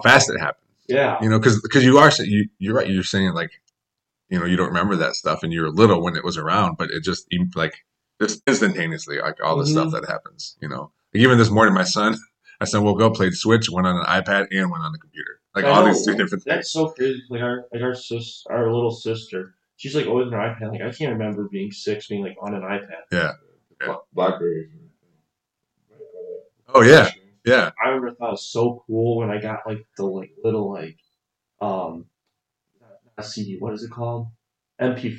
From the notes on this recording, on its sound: The audio is not good for this episode